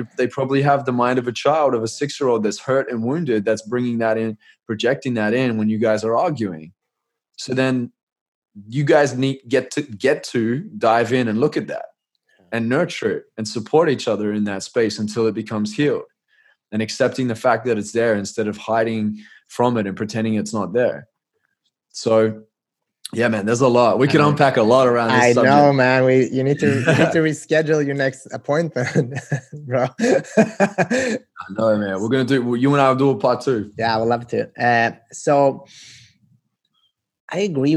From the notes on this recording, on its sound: I sat down virtually